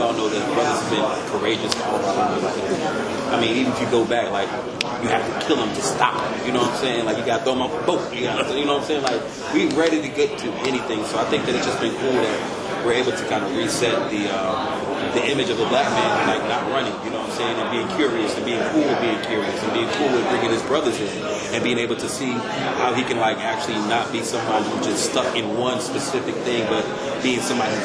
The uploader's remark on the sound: This episode recorded on October 7, 2022, at the Ghost Brothers Press Room